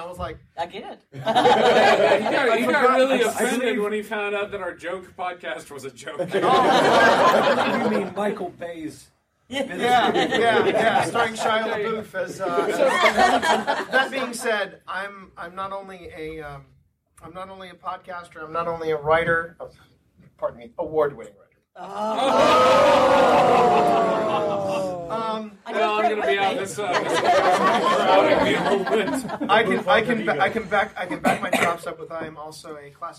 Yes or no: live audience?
yes